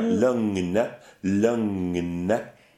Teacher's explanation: So we actually get N, the NG sound and then another N.